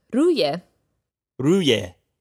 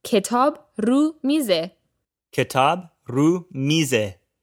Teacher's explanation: In conversational speech, the ye gets dropped and the word becomes simply ru. · Shown in: second take